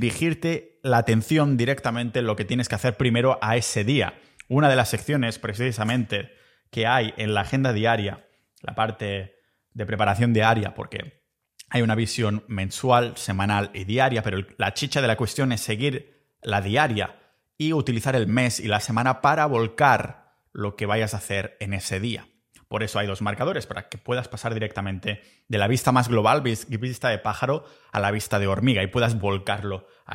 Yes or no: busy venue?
no